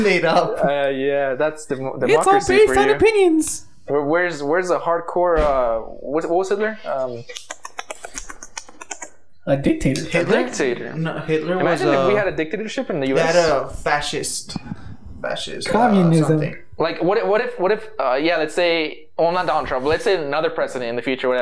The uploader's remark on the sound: Hopefully next time we will have a mixer with a new mic for better quality and my dog doesn't interrupt.